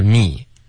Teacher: me 结尾不要加后鼻音